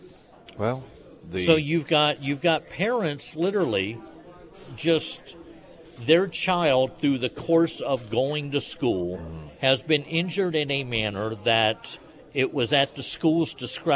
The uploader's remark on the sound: live at Scramblers Diner